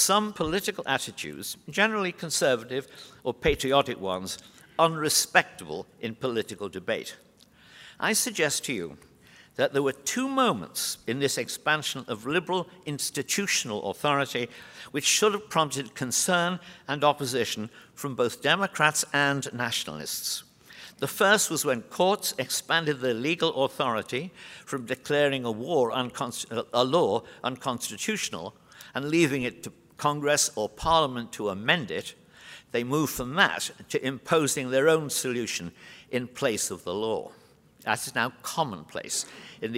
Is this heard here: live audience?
yes